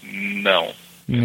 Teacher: And the sound almost comes out of your nose.